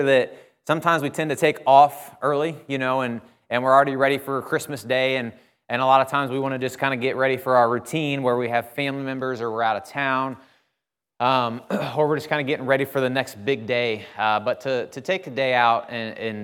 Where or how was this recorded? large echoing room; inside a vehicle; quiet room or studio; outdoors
large echoing room